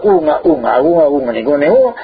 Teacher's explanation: esa N, en vez de pronunciar con N dental normal, pronunciase con N velar